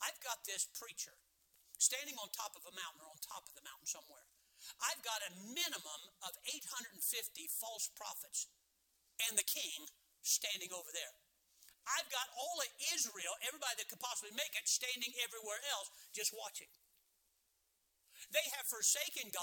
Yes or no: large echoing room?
yes